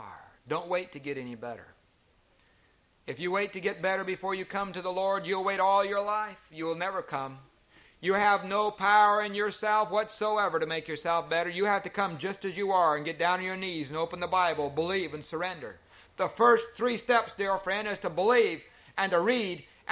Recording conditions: large echoing room